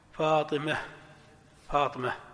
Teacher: وتمال الفتحة جوازا في ثلاثة مواضع. الأول قبل تاء التأنيث في الوقف · Term: إمالة